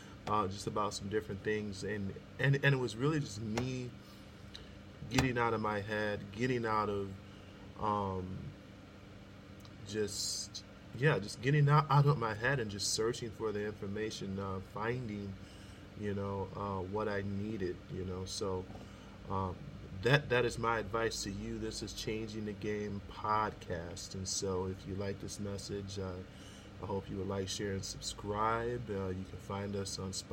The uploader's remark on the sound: sorry about the background noise